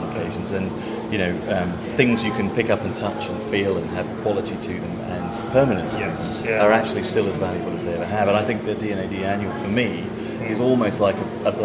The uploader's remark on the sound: On location at the inaugural D&AD festival at the Old Truman Brewery